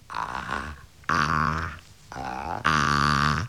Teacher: Az A hangot egész tág szájnyílással képezzük.